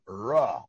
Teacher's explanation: American R is with the back of the tongue